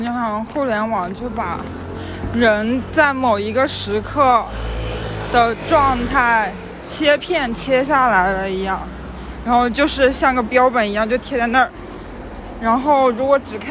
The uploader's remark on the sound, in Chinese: 因为是散步录音，所以过程中会有一些环境杂音